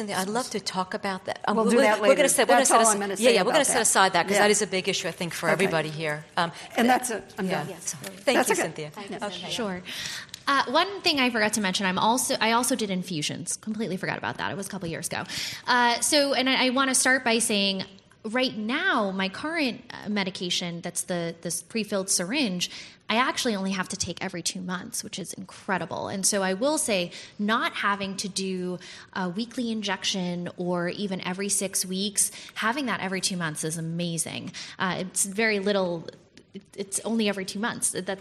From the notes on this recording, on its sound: This panel, presented at the inaugural Drug Delivery West conference in 2018